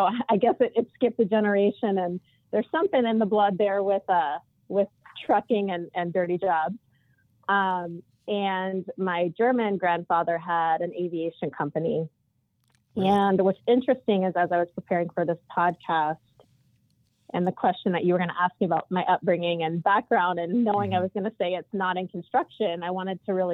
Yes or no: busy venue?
no